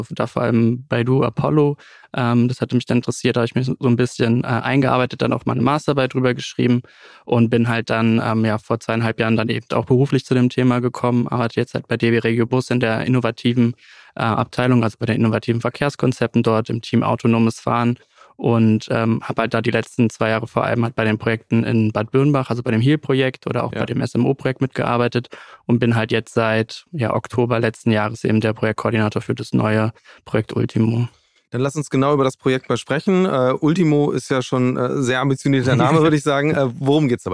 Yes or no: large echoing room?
no